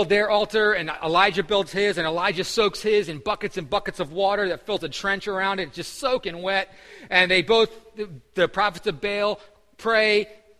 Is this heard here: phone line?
no